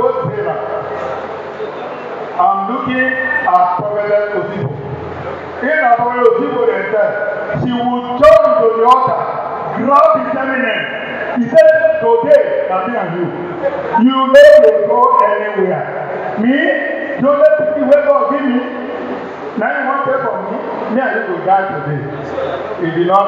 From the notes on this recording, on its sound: Recording of Sunday sermon